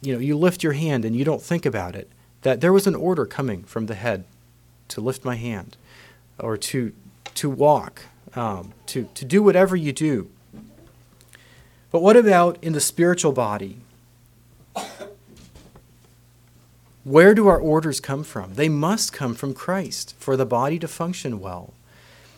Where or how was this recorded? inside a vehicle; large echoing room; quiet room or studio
large echoing room